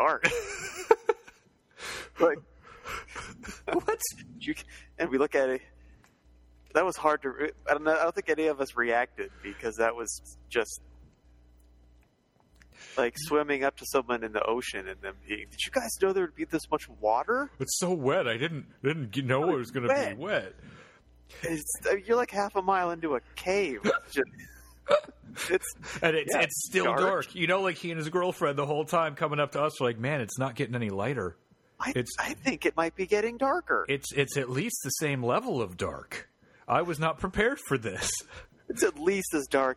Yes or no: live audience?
no